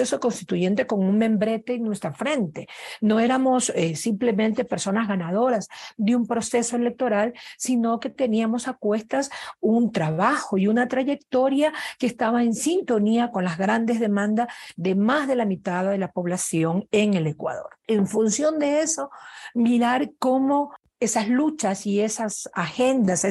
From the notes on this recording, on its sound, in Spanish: Grabado durante el taller virtual.